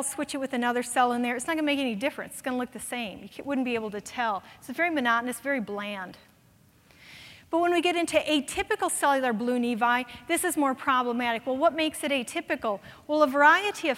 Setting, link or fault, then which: setting, busy venue